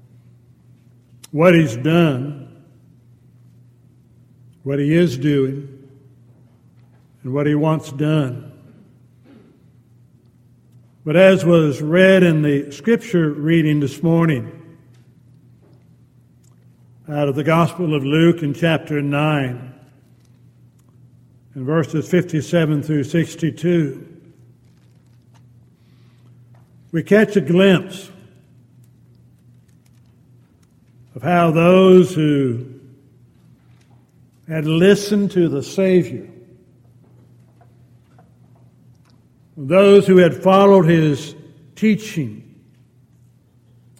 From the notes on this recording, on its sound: Downtown Church Of Christ Audio Sermon.